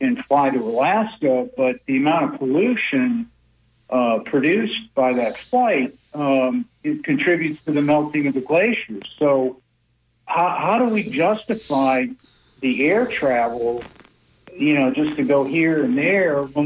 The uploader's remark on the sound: unique magazine format call-in show